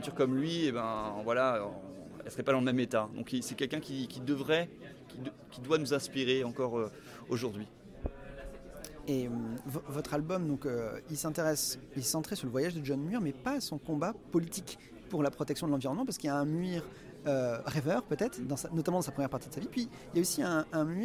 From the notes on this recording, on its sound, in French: à l’occasion du festival Quai des Bulles